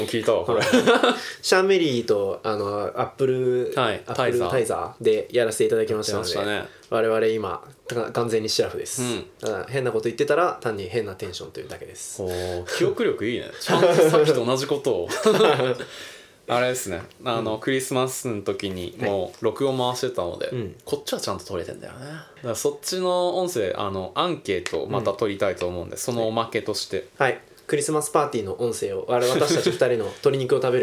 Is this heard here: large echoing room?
no